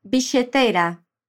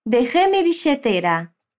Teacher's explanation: é a pronúncia dos dois L's com o som de SH.